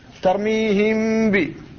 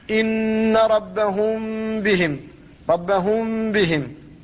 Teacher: ترميهم ب، فالميم ذهبت فلم تنطق بها، ولذلك عند النطق بالغنة أخرجت الغنة من الخيشوم ولم تفتح الشفتين · Term: الإخفاء